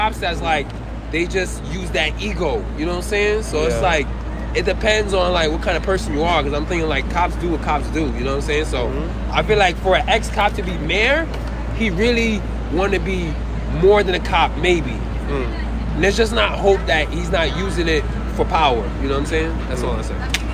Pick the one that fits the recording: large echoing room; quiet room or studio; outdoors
outdoors